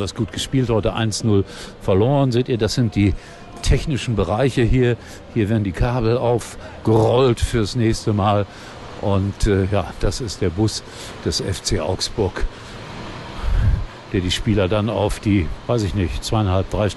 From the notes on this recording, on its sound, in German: Für SKY in Mainz. Exklusive Aufnahmen Backstage von der SKY- Übertragung.